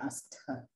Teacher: With a aspirated T.